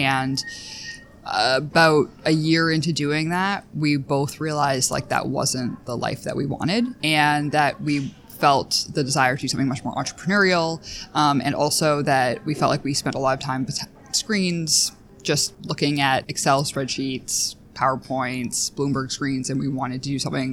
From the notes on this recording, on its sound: We held our conversation in a quieter area of a shopping mall in Boston so there is occasional background noise.